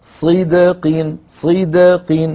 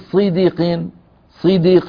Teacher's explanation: الدال ساكنة مقلقلة قبلها كسرة بعدها كسرة، علينا أن ننطقها مقلقلة غير متأثرة لا بالكسرة قبلها ولا بالكسرة بعدها · Shown in: first take · وجعلنا لهم لسان صدق عليا، صدق صدق، تبهنا، ولا نقول صديق صديق، لا نجعل الدال كأنها مكسورة.